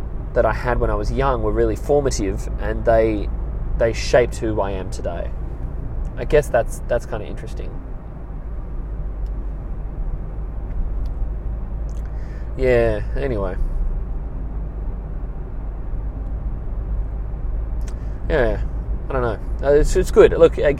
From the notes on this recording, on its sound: I'm in the car with some news for all of you.